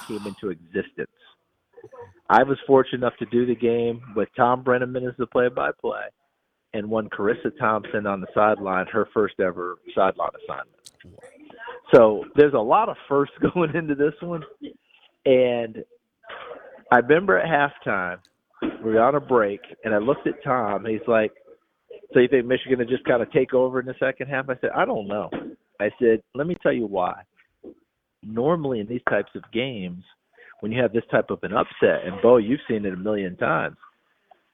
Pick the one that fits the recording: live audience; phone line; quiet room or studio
phone line